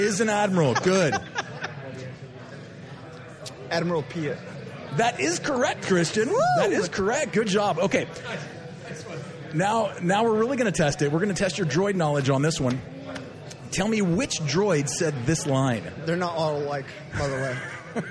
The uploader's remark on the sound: Live from Pour Taproom!